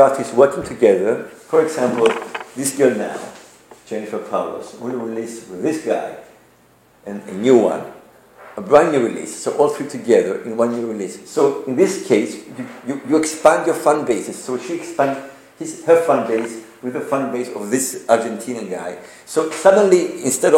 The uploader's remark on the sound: This is a podcast recorded during a guest lecture for a MA class (Digital Media Content) at the University of Nicosia.